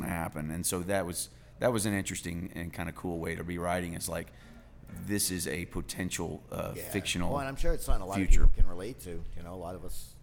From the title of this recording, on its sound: Live at the Liberty